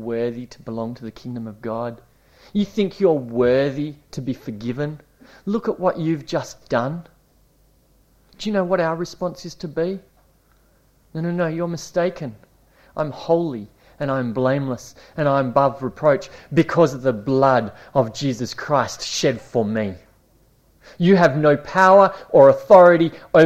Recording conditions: large echoing room